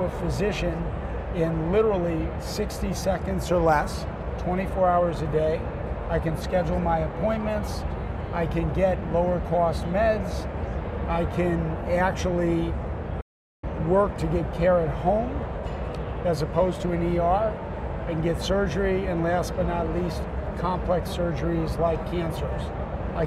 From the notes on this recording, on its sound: an Interview in Action live from HLTH